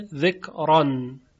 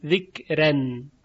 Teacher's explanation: راء ذکران هم به تفخیم خونده شده ذکران و هم به ترقیق ذکرن